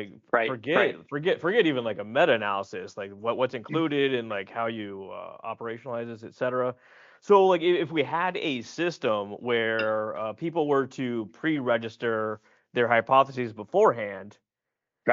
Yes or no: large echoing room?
no